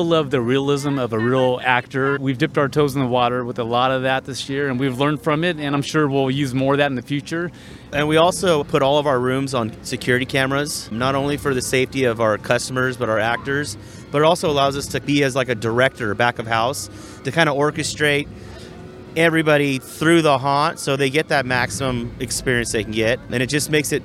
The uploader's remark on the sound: County Line Fright 2021 in Yucaipa, CA. Today, we’ll go on location to find out more about what the experience is like.